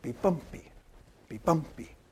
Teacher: This is a meter which goes from an unstressed to a stressed to an unstressed syllable in a foot. · Term: Amphibrach